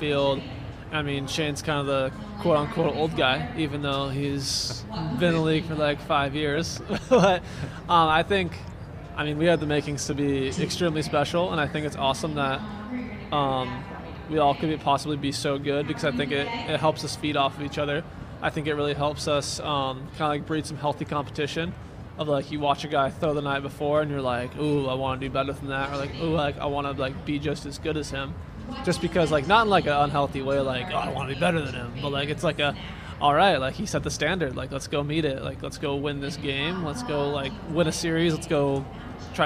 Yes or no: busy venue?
yes